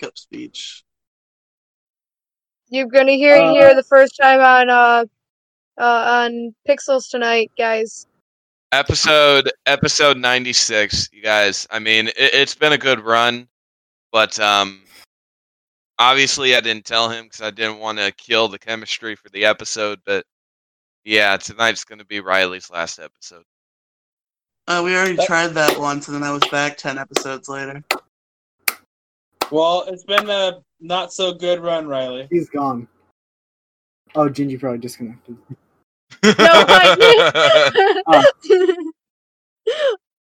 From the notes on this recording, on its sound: We attempted to do something new but the episode audio has unfortunately been corrupted.